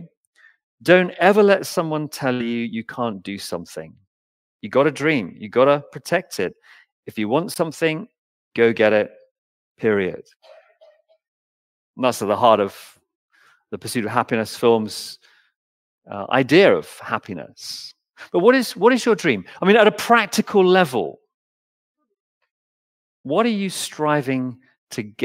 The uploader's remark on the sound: Recorded Live stream Sermon from Binscombe Church (BWS) 28th January 2024